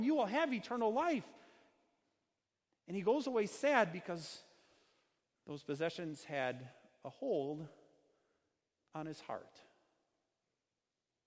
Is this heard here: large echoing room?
yes